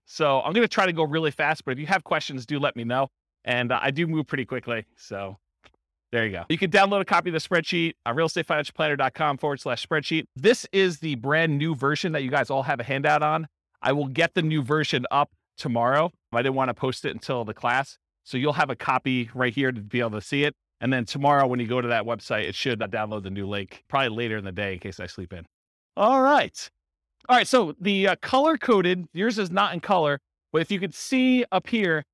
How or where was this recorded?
live audience